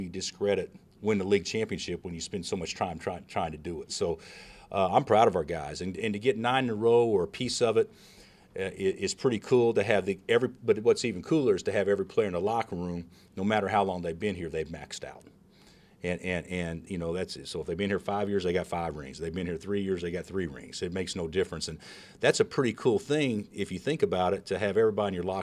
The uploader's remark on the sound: Press Conferences & Post-Game Interviews